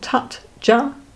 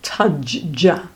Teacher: a halanta ta before a ja is replaced by a ja. So for example, tat ja, you get taj ja.